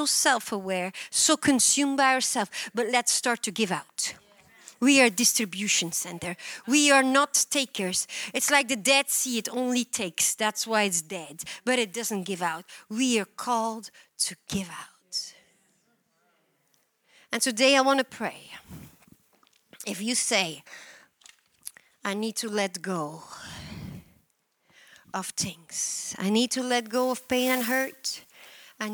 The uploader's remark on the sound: at Harvest Bible Church in Stockton, CA.